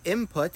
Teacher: M is a lot closer to the P sound than N is, and so N assimilates, becoming more similar and making the word easier to pronounce. · Term: assimilation